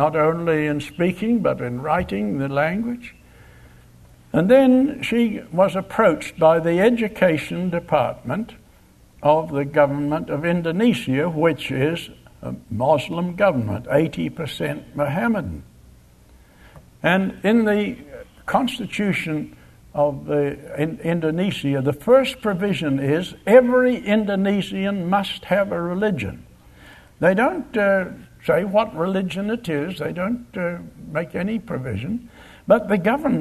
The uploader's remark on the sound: Location: Grace Bible Church Anderson. Guest speaker at the Fall Bible Conference at Grace Bible Church.